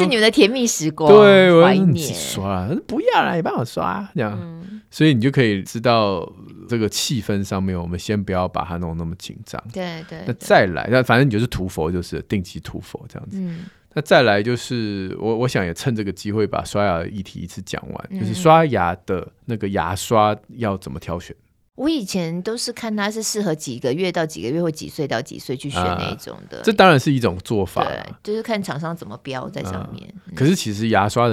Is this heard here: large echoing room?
no